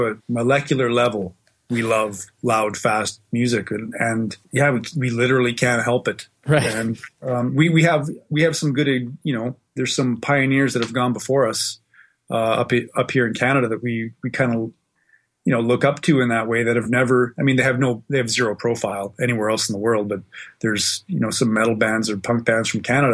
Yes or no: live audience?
no